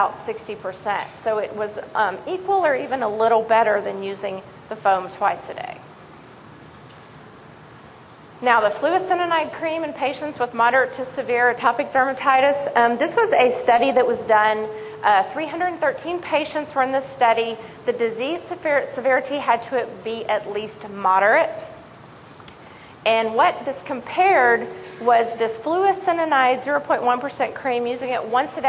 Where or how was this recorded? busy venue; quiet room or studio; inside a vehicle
busy venue